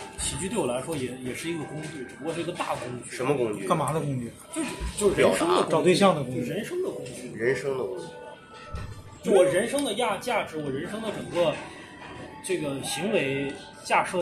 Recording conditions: phone or laptop microphone